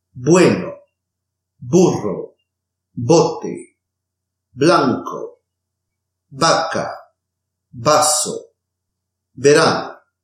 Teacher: Occlusive B and V. B and V have a stronger and explosive sound in the beginning of a word or a phrase or after the consonants N and M.